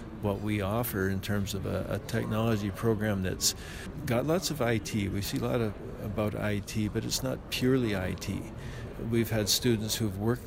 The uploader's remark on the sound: at the Western Association of Broadcast Engineers conference in Calgary